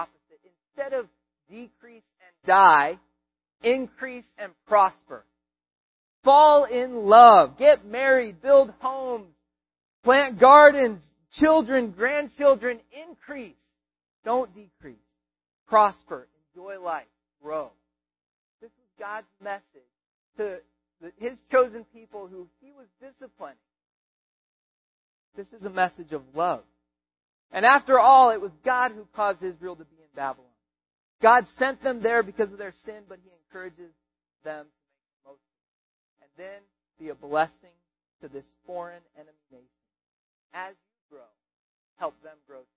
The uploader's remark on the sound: We apologize for the audio quality